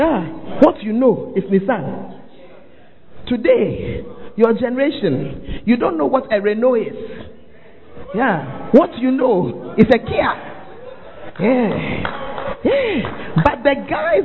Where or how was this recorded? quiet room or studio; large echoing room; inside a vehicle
large echoing room